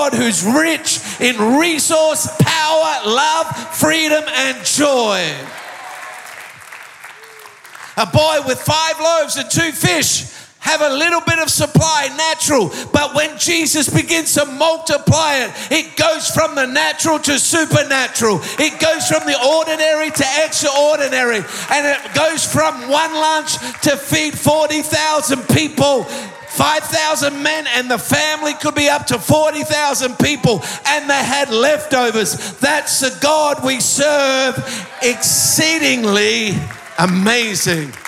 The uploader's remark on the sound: Recorded live at Planetshakers Church (Melbourne).